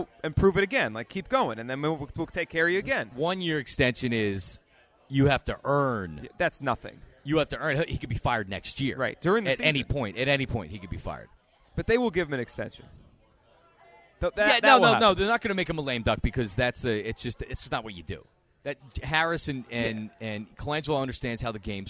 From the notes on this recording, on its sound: live from the AT&T Store in Philly